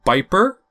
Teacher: the D assimilated to the place of the P and became a B · Term: consonant harmonies